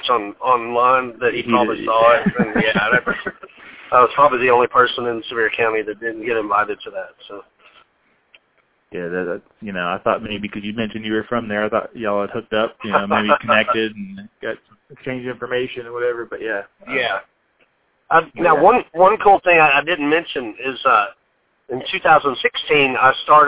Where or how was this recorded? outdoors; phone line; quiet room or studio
phone line